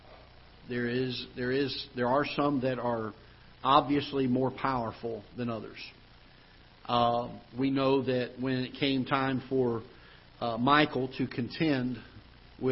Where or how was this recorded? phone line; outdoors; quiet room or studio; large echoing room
large echoing room